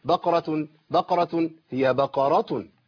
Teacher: اسهل انه يسكن ويقلقل القاف